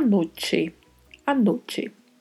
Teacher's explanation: O A é sempre mais aberto, o O mais fechado